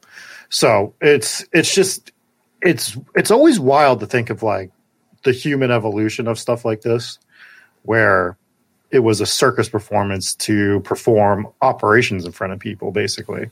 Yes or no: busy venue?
no